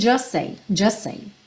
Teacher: a gente acaba não ouvindo a letra T final, e aí o S já junta com a próxima palavra, que aqui é say, também começando com S.